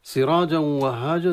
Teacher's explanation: نضغم التنوين في الواو، وهذا إضغام يسمى إضغام بغنة، وهو إضغام ناقص، لأن التنوين من صفتها الغنة ذهبت إلى الواو في صفة الغنة، فأصبح الإضغام ليس مكتملا من حيث الصفة.